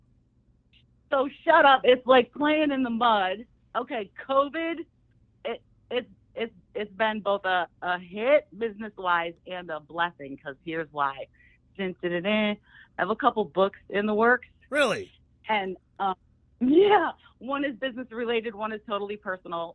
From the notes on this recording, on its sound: Got a phone call from our first Patron